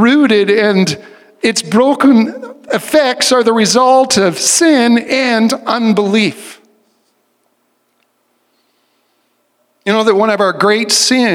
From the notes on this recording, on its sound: recording from the Vineyard's In-Person Worship Service